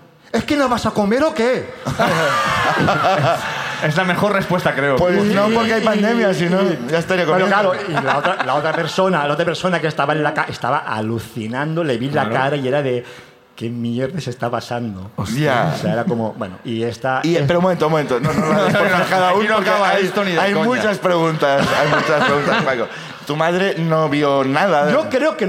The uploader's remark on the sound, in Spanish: La Ruina desde Sant Feliu de Guíxols. El público del Festival Salat nos cuentan.